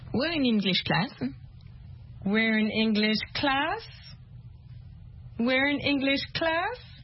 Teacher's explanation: so the last word has to go up · Term: intonation